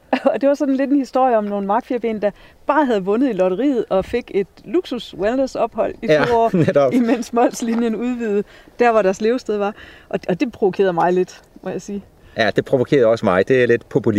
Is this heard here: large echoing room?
no